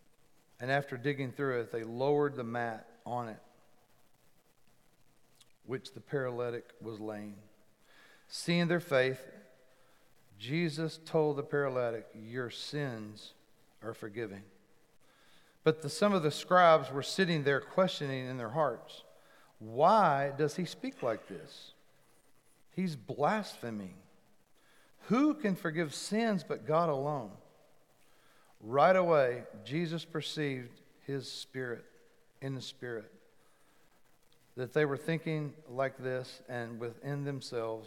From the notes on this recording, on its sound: Recorded live at The Fellowship at Mt Juliet on August 29, 2021.